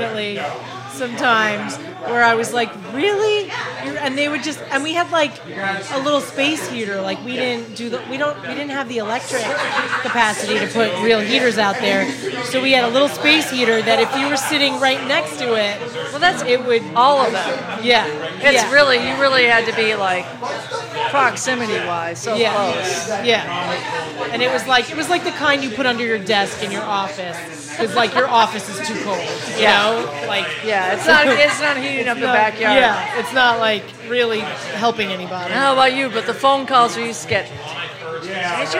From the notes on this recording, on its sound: on a loud night at Hinterlands Bar